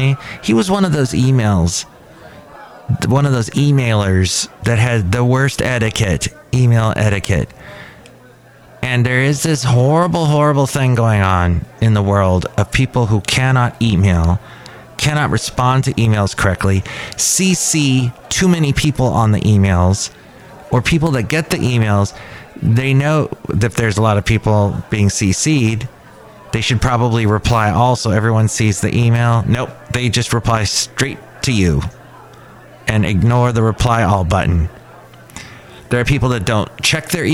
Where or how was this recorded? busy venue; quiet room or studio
busy venue